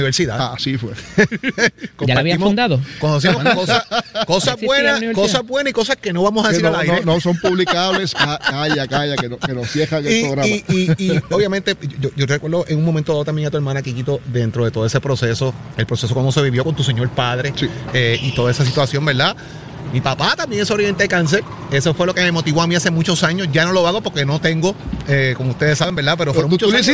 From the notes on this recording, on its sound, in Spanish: Hoy en directo desde el Coca Cola Music Hall.